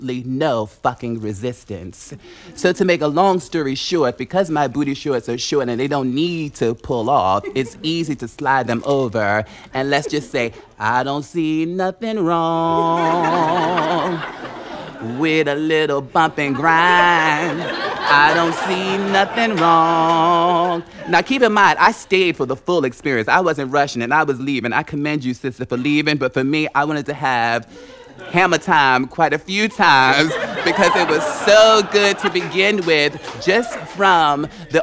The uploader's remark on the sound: All stories were recorded at the touchpoint town hall in NYC on March 3, 2018 at The Assemblage Nomad.